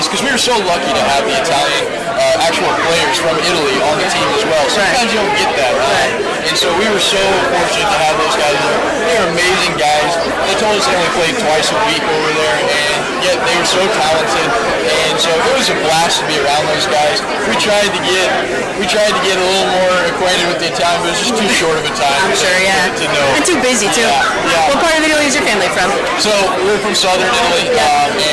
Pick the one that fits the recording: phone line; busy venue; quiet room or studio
busy venue